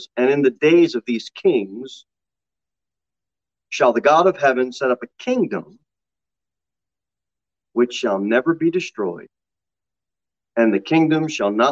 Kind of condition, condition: setting, large echoing room